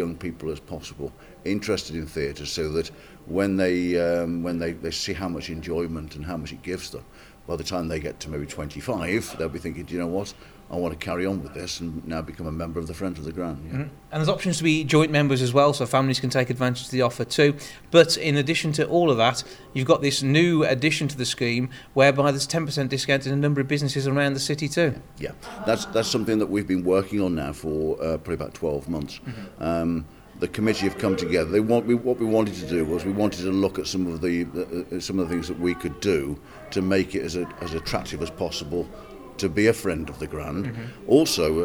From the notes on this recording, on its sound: Recorded at The Light House Media Centre, Dudley Zoo and The Grand Theatre.